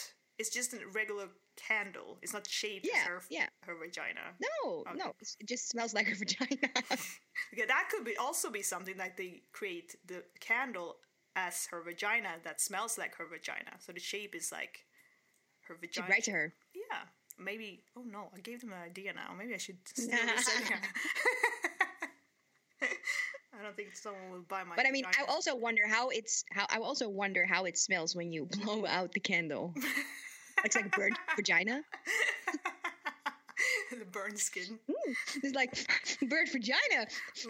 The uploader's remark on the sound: BAD SOUND!